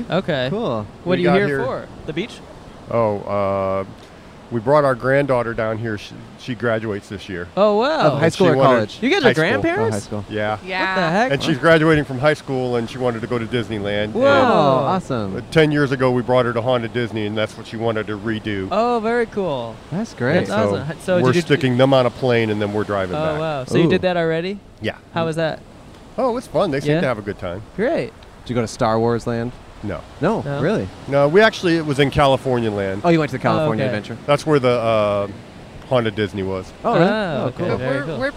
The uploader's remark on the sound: Recorded at the beach in Manhattan Beach, CA.